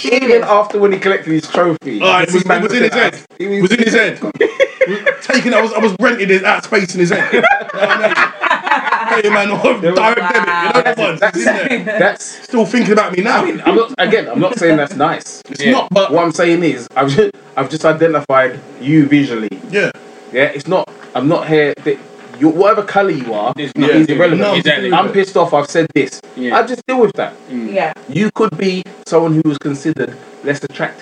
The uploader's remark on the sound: A technical issue has struck the Rival Show. Due to the interference of a feline (yes a cat) things didn't quite go to plan. Unfortunately the sound quality just isn't what we're used.